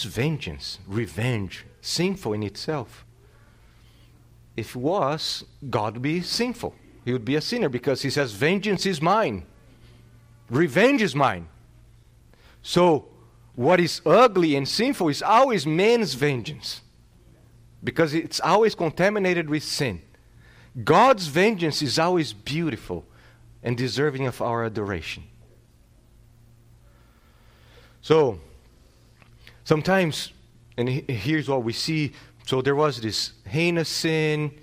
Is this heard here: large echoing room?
yes